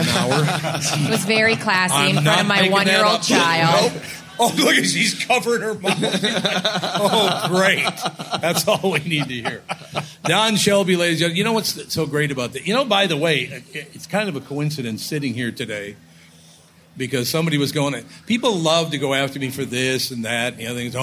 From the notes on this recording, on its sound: Made their triumphant returns to the Minnesota State Fair, live from the Hubbard Broadcasting Day Stage. From the "Great Minnesota Get Together."